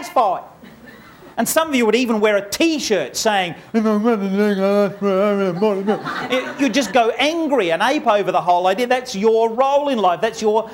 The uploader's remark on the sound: Is the recording of a stage presentation based on the book of the same name.